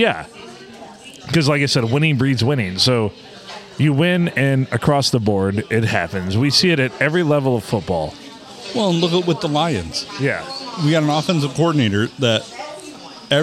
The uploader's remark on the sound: Recorded on a Monday night and the Blue Water Sports Bar and Grill.